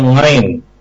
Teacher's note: susah membaca ain, ya, selalu terbaca ngain